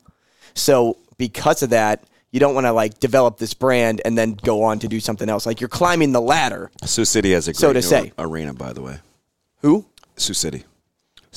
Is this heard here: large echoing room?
no